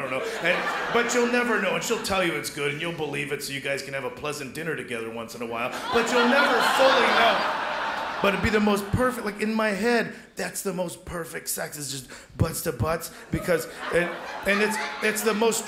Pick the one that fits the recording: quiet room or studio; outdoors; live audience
live audience